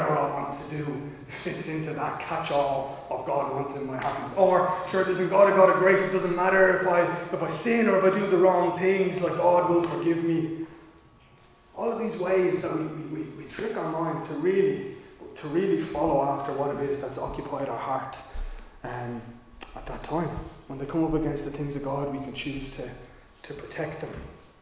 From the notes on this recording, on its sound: Recorded live in Liberty Church on 6 March 2022